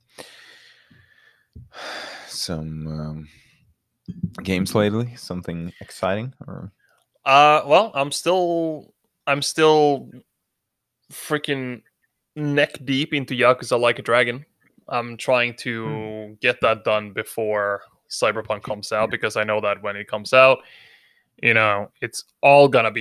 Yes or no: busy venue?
no